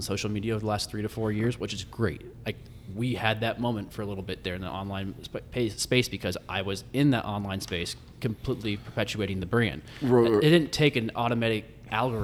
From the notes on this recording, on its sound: Live from Warehouse Liquors in Chicago, IL